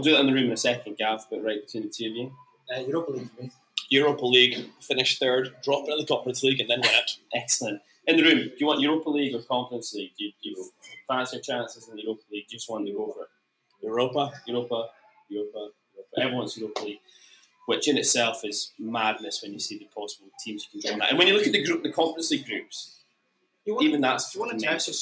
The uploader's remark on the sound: ABZFP Live. In the bar at Siberia Bar & Hotel on Belmont Street, Aberdeen for a live version of the show.